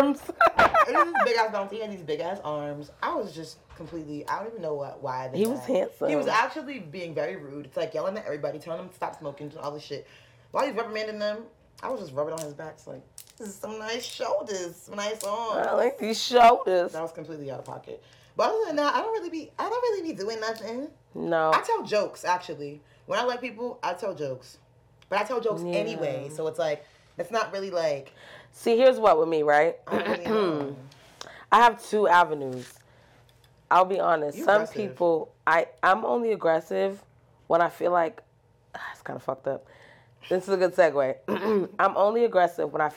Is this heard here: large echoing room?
no